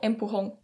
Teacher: Hablo de la aspiración de la J. Con la aspiración de la J, palabras como empujón se pronuncian como empujón.